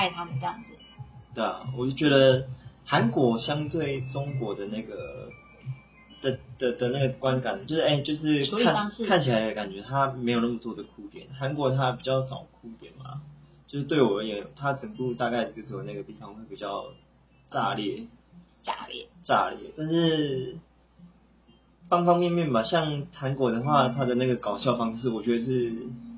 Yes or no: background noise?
yes